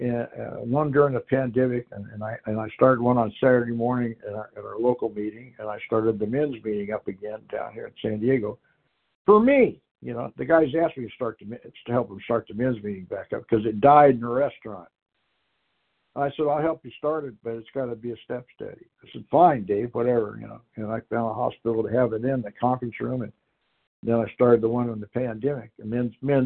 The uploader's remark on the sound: Qualification from the 100 Pounders Phone Meeting.